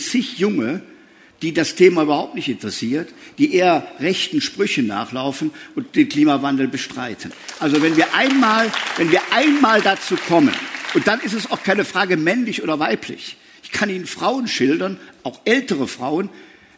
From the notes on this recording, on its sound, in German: Es wurde im Rahmen der Veranstaltungsreihe „Spiegel Live“ aufgezeichnet, Mitte Oktober auf der Frankfurter Buchmesse.